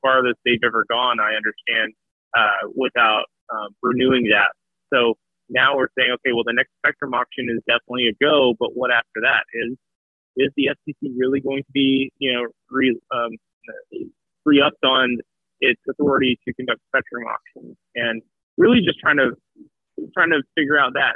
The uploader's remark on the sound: calls in from the 2022 Competitive Carriers Association Annual Show in Tampa, FL